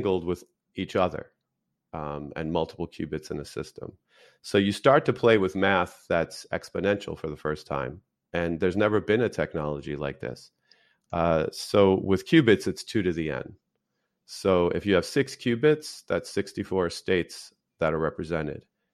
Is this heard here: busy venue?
no